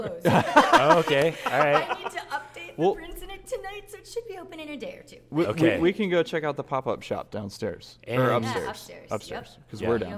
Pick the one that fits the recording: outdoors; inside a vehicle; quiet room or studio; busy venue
busy venue